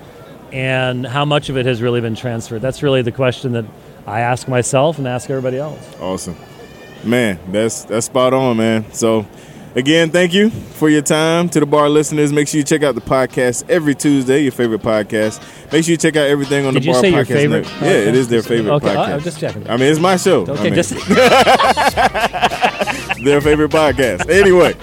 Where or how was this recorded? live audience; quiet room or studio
live audience